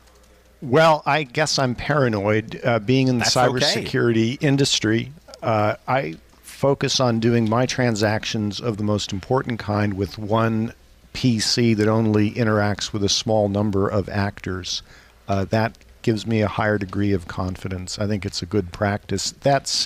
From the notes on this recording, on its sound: Broadcasting live from Bloomberg’s Government Next.2018 conference in Washington DC.